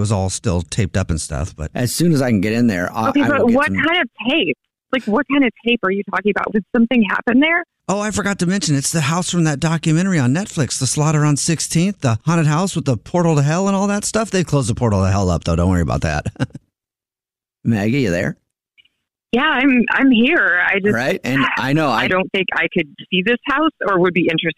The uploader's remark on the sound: In this Phone Prank! A Jubal Phone Prank is when our listeners set-up a friend or family member to wake up with The Jubal Show, phone prank style.